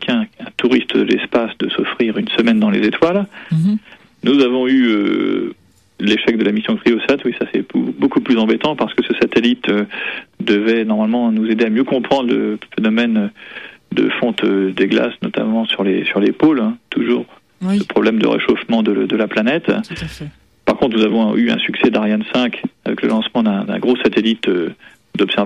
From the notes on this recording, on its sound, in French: par téléphone